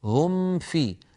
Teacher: أنعم، إذن هناك طول قليل جدا، أنعم، أنعمت عليهم هم فيها، هل رأيتم الميم؟ هم في، لابد من تطويلها قليلا لأن غنتها ناقصة